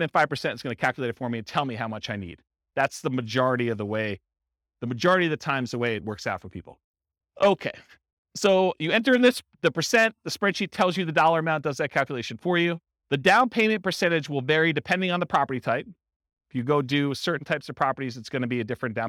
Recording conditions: live audience